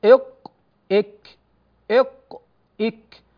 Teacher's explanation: فالكاف تخرج من أقصى اللسان مع ما يحاذيها من الحنك الأعلى لكنها تحت مخرج القاف. لاحظ إق إك إق إك، تجد أن القاف أقرب إلى الحلق والكاف أقرب إلى اللسان، إذن هي تحت القاف. · Term: مخرج الكاف